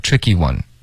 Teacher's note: 这个 one 别加重音，别太突出